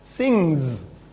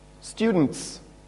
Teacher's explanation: If you've got two words like, for example, sings and students, we have two S's. One is a voiced and one is voiceless.